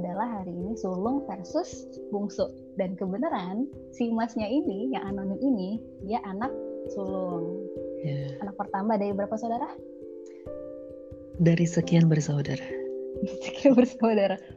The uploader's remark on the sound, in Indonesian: Maaf jika suara tidak bersahabat untuk didengar..